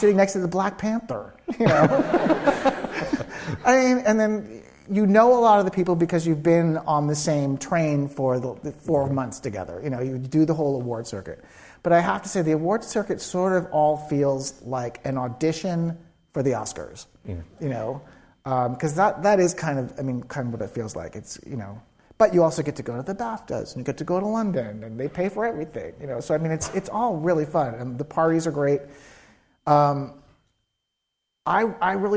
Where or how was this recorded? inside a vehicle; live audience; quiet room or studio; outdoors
live audience